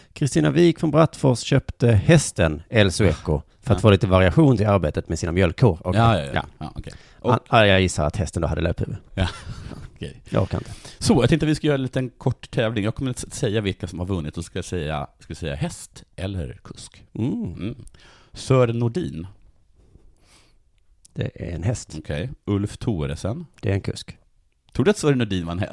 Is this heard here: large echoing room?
no